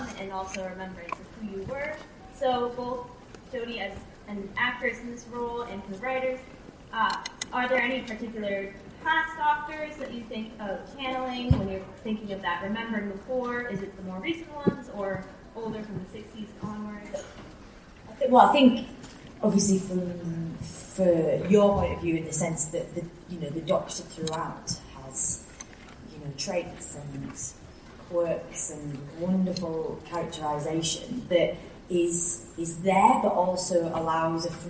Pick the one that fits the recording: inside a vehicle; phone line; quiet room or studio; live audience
live audience